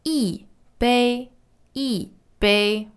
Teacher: fourth and then first